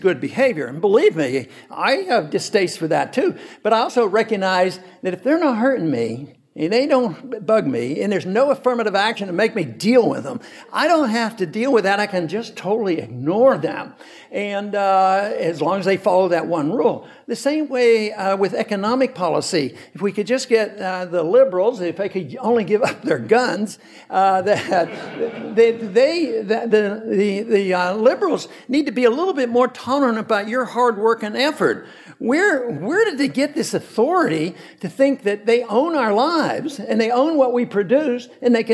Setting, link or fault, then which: setting, live audience